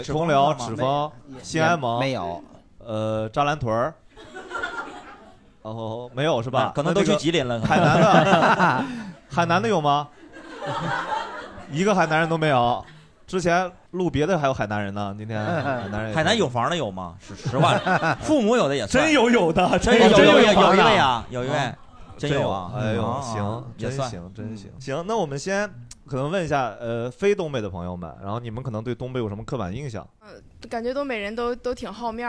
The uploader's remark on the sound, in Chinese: 这是一档由喜剧演员和现场观众朋友们共同录制的播客节目。